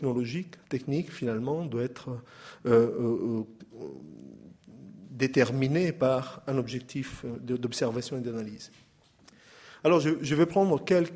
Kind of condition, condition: setting, live audience